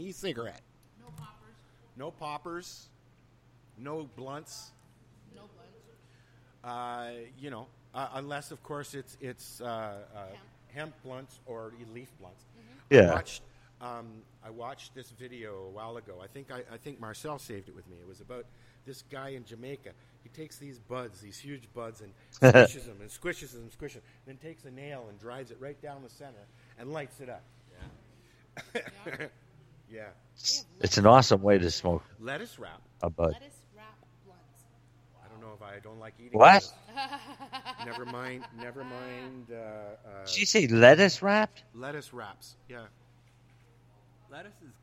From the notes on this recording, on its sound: Broadcasting LIVE from Ganjahnistas's Social Club.